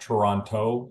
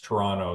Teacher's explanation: And just as an FYI, it's not Toronto, it's Toronto. There's only one T in Toronto. Yeah. Start with two, but you only pronounce one. · Shown in: second take